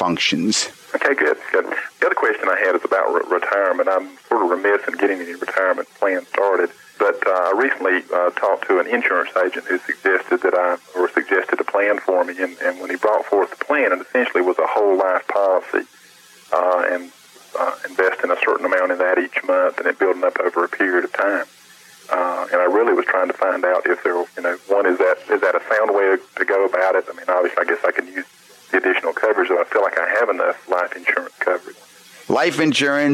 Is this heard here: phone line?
yes